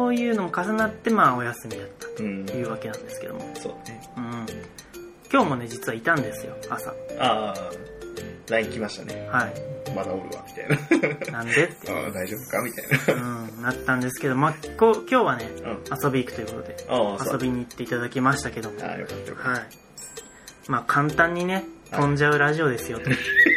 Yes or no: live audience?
no